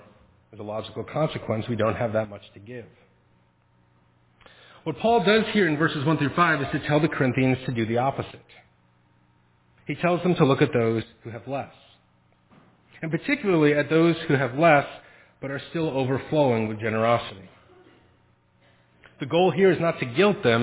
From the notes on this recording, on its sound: Faith Presbyterian Church – Evening Service